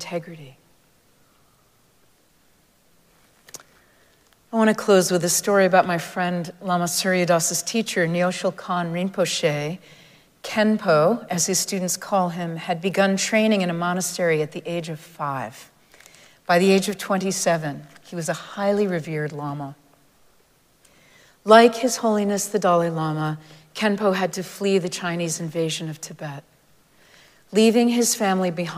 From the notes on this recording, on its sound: Recorded live at Arlington Street Church